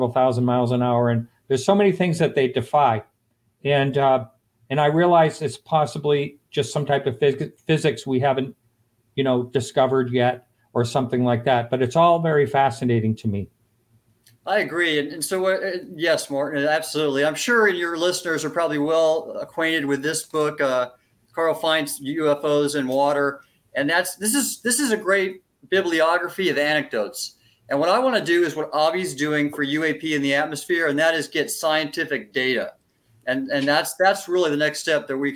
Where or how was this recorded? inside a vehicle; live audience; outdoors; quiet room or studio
quiet room or studio